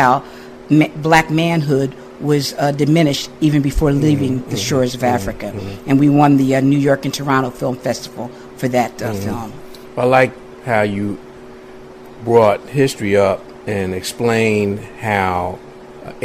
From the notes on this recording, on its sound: The Civics Mathematics and Science Charter School in Philadelphia visited the Lest We Forget Slavery Museum also located in Philadelphia. This is the audio of that tour conducted by the co-founders of the Lest We Forget Slavery Museum.